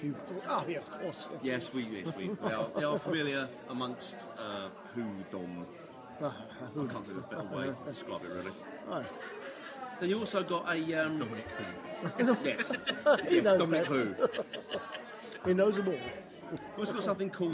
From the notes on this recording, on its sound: the news section which was recorded in the pub